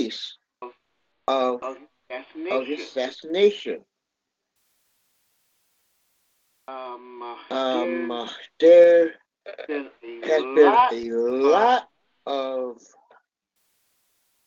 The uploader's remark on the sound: your phone calls